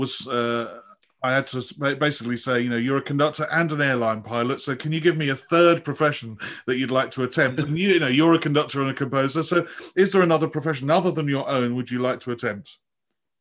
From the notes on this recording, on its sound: This interview was recorded on 15th March 2021 via Zoom.